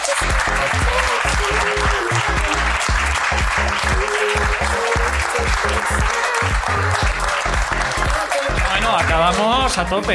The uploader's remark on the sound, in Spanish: El público también trae miserias del pasado.